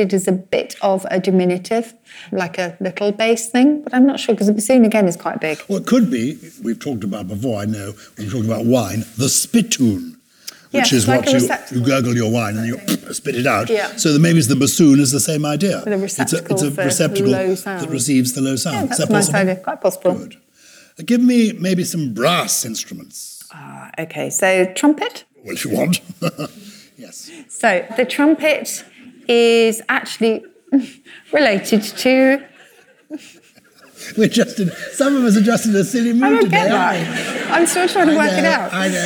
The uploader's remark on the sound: we are live from the Bristol Old Vic